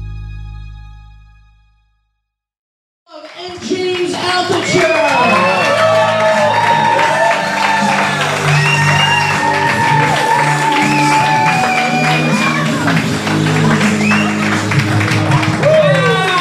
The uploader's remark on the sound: I did this interview LIVE in New York.